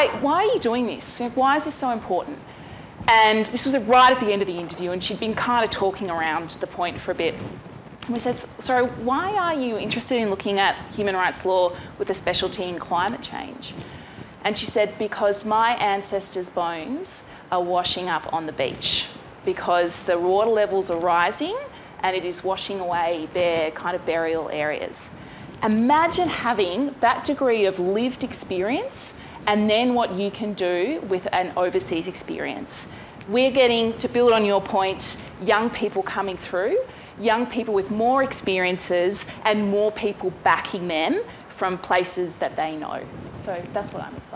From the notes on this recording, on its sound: We share a recording of the panel discussion at the launch event for USSC’s new Women in the Alliance initiative.